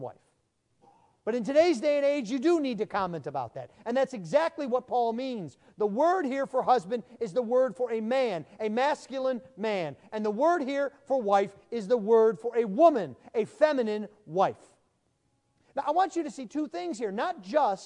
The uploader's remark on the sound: Sermon preached at the installation service